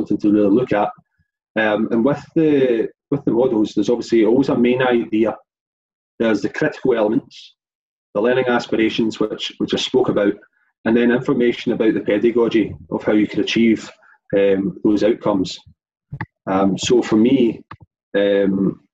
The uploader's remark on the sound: our second live webinar